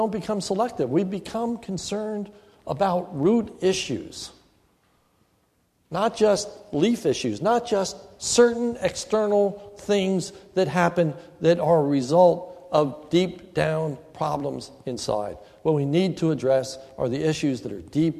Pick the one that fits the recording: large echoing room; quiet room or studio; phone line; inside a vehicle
large echoing room